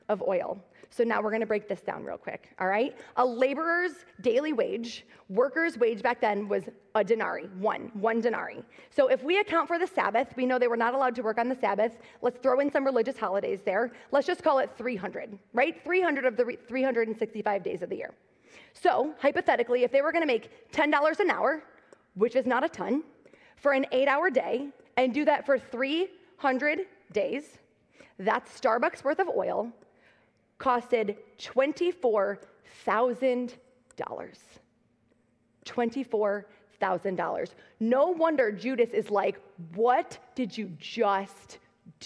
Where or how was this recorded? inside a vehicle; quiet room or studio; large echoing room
large echoing room